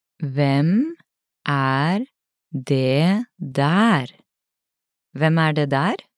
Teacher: Note again the rising intonation.